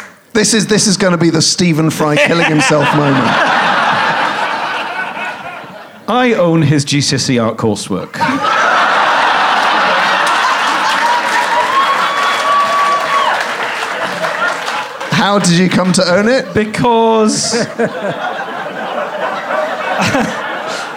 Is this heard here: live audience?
yes